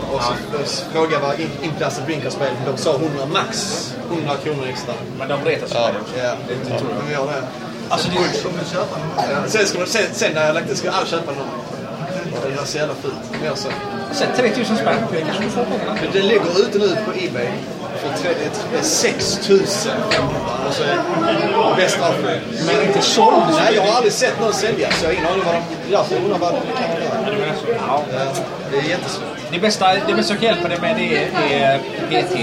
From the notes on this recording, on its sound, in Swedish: Retrospelsfestivalen – Live. Live-inspelat podavsnitt där vi besöker Retrospelsfestivalen i Malmö den 10 oktober 2015. Spontanintervjuas i cafeét.